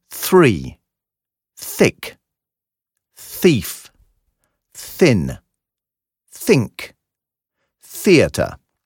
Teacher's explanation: wird wie ein scharfes, stimmloses S gesprochen, wie zum Beispiel bei lassen, allerdings gelispelt · Term: scharfe Lispellaut